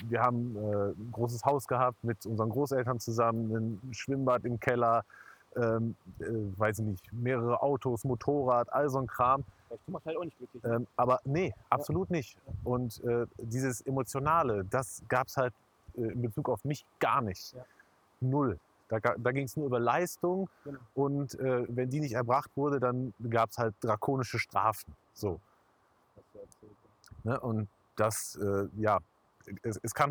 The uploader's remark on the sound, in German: erneut schlechtem Ton